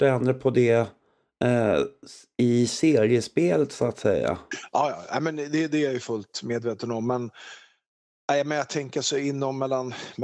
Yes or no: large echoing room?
no